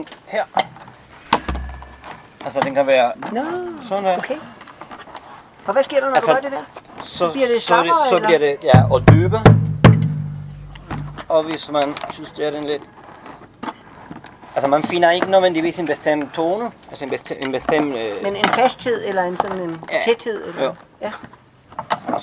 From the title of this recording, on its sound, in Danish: Festivalafslutning på Christianshavn 2020